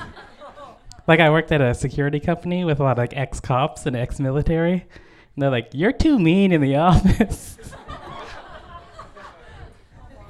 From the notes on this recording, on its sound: A previously recorded evening of storytelling and otherwise. At The Lido in Vancouver, BC.